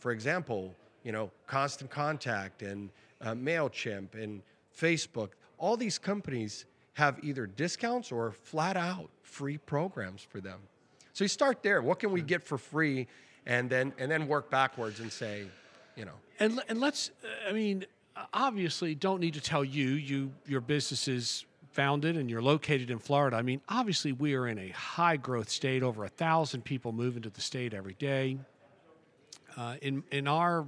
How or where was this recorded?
busy venue